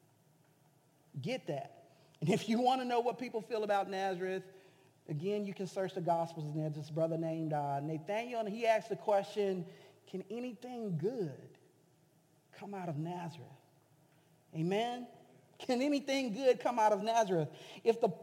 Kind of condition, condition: setting, large echoing room